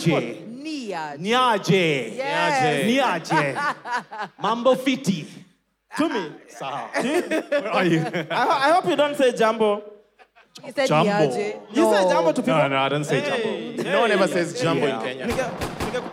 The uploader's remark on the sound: Cheque Mates hangout. The live audience recording.